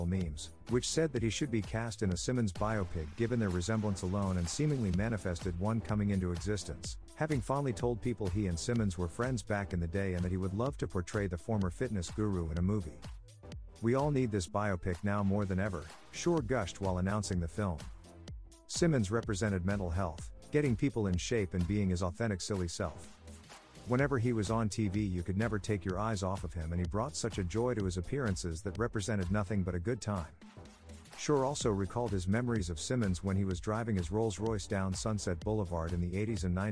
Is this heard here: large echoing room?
no